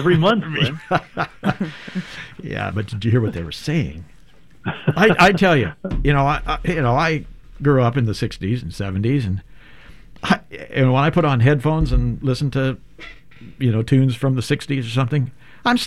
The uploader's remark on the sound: Is live in the studio. Will be joining us live via phone.